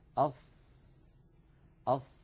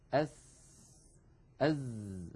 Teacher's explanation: على اللوحة التي على اليمين آه، شكل اللسان عند نطقنا ب الصاد وهي حرف مفخم ولاحظوا بأن مؤخرة اللسان مستعلية بخلاف الصورة التي في يسار اللوحة التي تبين مخرج السين والزاي